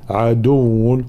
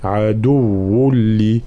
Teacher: لا أستعمل الخيشوم أي الأنف · Shown in: second take · Term: إدغام بلا غنة